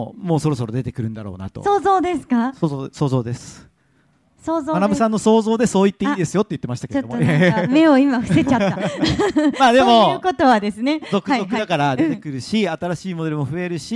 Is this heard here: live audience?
yes